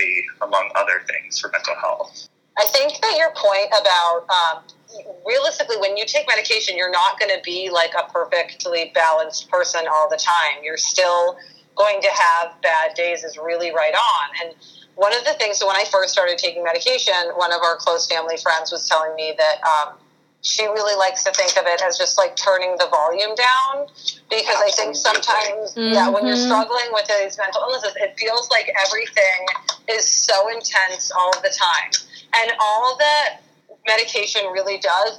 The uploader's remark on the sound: On this episode, I had a conference call